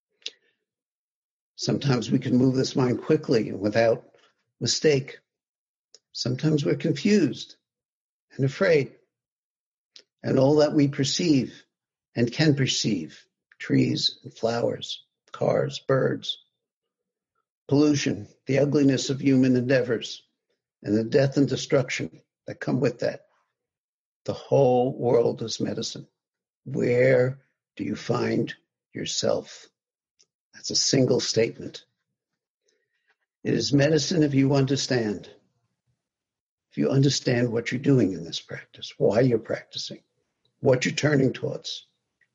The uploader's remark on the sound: Via Zoom from his home.